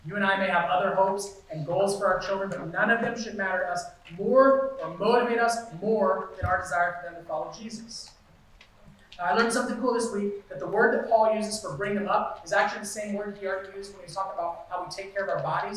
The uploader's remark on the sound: Due to electrical issues and power interruptions last Sunday, the audio quality is degraded.